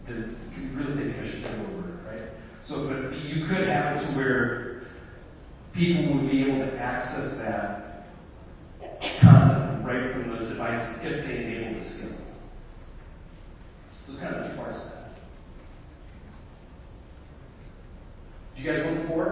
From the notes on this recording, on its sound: This presentation was delivered at the Association Executives conference in Halifax, Nova Scotia June 5th 2019.